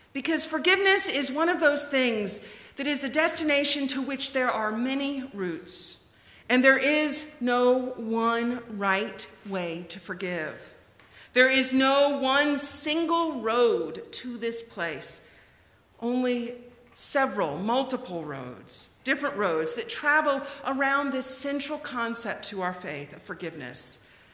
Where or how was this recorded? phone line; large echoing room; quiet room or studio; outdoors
large echoing room